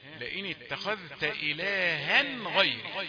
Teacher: ما فيش غنة قبل الغين ولا الخاء · Term: الإظهار